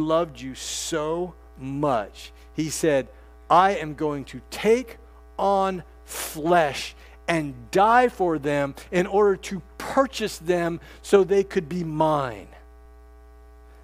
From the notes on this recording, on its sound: This sermon preached at First Artesia CRC